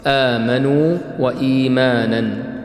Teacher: أيوة، حكمه الجواز، لكن حفص عن عاصم لا يمد هذا المد إلا بمقدار الطبيعي فقط، بمقدار حركتين · Term: مد البدل